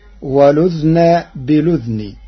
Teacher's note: قرأ ورش كلمتي والأذن بالأذن بإسكان الذال معا فتصير ولذن بلذن، مع نقل حركة الهمز إلى الساكن قبلها.